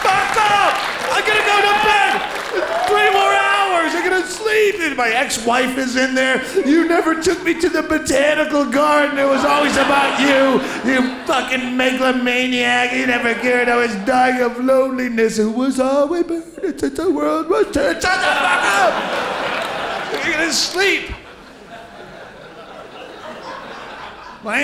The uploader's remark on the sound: Taped live at the Gotham Comedy Club